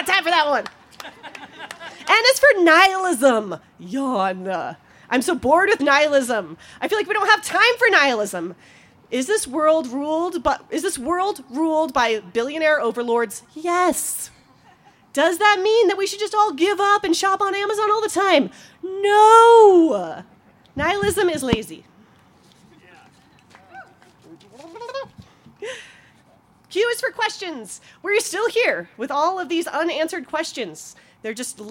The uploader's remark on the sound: She told this story in front of a live audience, in the parking lot of Buntport Theater.